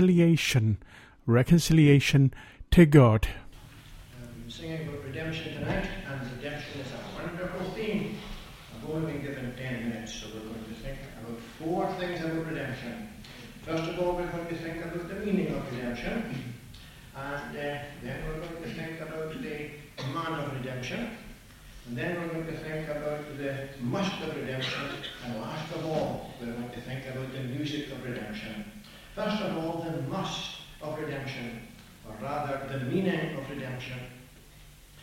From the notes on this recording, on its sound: We have a Sankey style hymn recorded here at Victoria Gospel Hall.